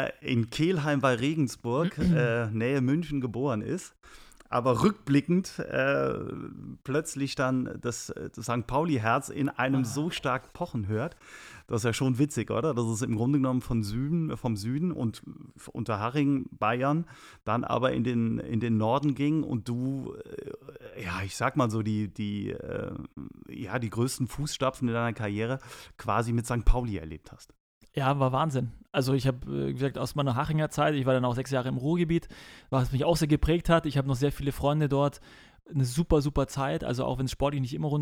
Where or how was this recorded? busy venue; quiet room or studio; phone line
quiet room or studio